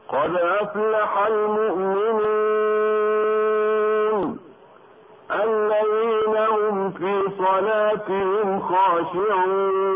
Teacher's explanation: أردنا القراءة بإشباع المد بمقدار 6 حركات